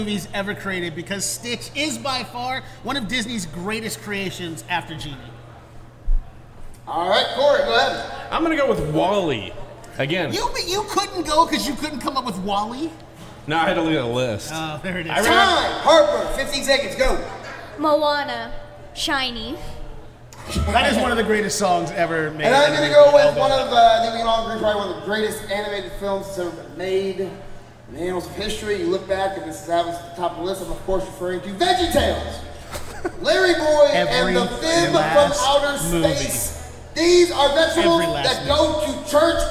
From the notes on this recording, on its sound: Indy Pop Con Live! Now you get to hear both of the live episodes we did at Indy Pop Con.